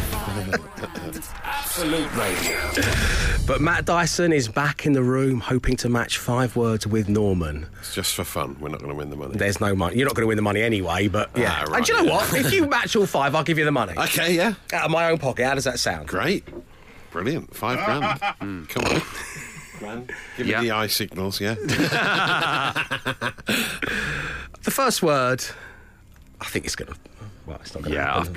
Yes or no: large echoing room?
no